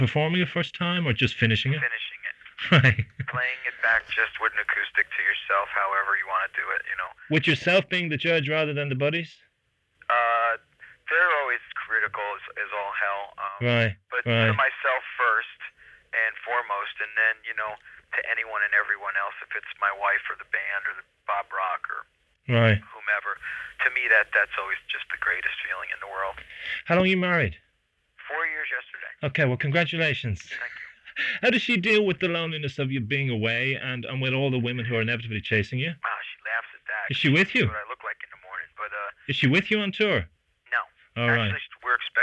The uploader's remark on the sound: This is an interview I did over the phone in 1993 for The Irish Times.